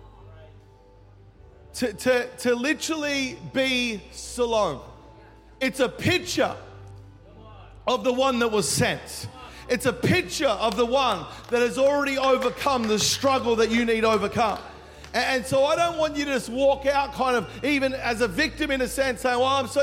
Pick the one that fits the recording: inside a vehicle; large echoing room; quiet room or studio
large echoing room